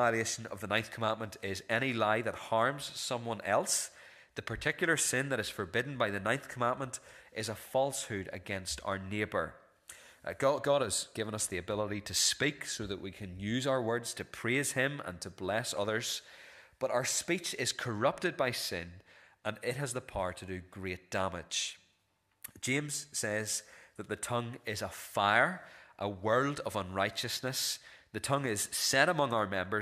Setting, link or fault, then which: setting, large echoing room